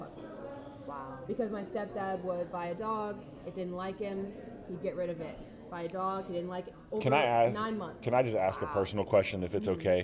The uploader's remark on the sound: Live From the Texas Animal Control Association's 48th Annual Training with the Humane Educators of Texas.